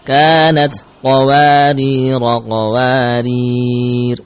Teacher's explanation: kalau kita wakafkan pada qawarir yang kedua maka disukun ra'nya